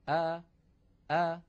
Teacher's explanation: الهمزة تخرج من أقصى الحلق